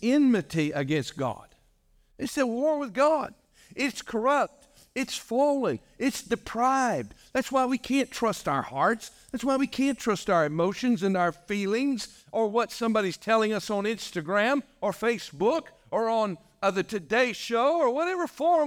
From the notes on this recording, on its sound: This message was delivered on November 12, 2023, during our morning service.